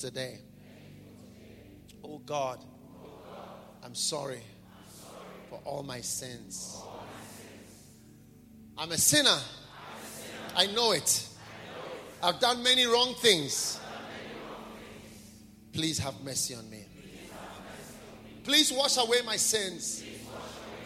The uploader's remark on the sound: Preached at a BENMP service in London, UK